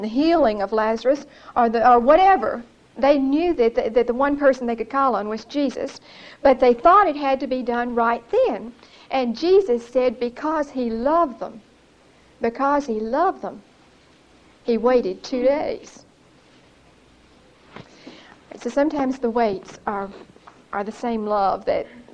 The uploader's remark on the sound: Recorded 9/9/1975 at Whitesburg Baptist Church.